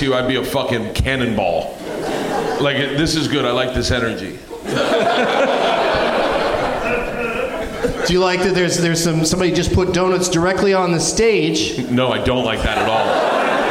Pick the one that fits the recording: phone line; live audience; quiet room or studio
live audience